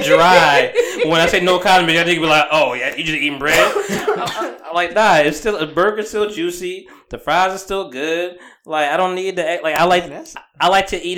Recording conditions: distortion